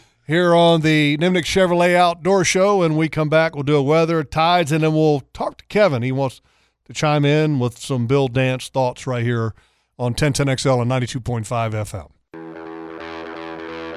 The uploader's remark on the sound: He did call in, though, and shared some cool stories about what he was seeing in the Keystone State.